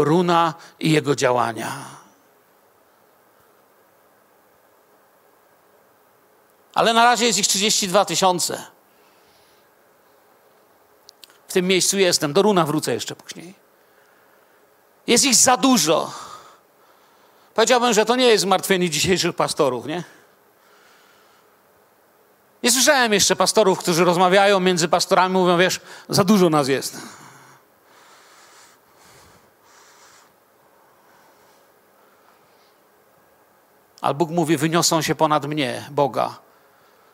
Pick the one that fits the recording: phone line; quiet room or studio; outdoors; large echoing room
large echoing room